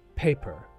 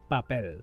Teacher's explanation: You can see that we will say P with more breath · Shown in: first take · because if I use the same sound that I use when I speak Spanish to say paper, it doesn't move.